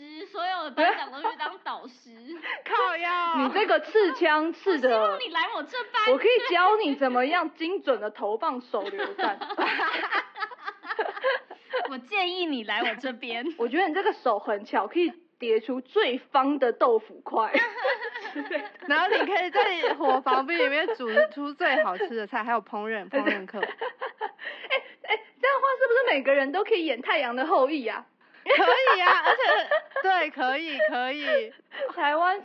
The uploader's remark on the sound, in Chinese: 在這裡我們先跟音質魔人道歉